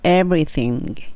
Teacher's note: screwed up everything I screwed up everything はい everything これも難しいです。ev の時に下の唇に歯がタッチして r の re が来て th のベロが出る。thing その thin の時にんっていうね歯の裏に一回タッチする